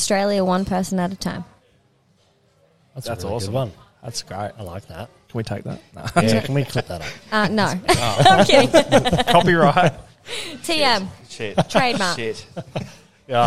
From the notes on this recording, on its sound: The episode was recorded in the pub so there is a bit of background noise.